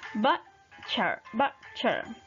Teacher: En vez de pronunciar la T, vamos a hacer como que una pausa. · Term: silent T